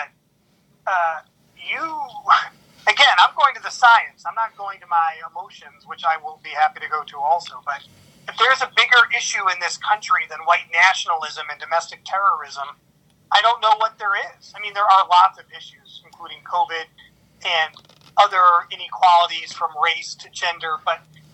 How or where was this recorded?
phone line